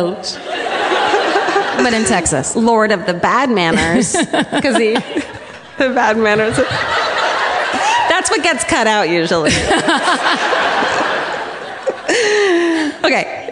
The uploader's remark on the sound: Live from the Chicago Podcast Festival.